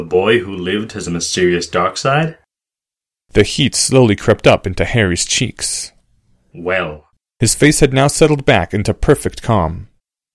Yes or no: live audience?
no